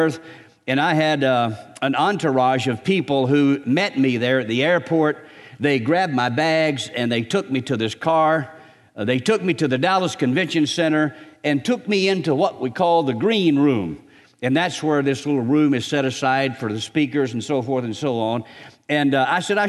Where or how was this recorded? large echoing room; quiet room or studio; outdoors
large echoing room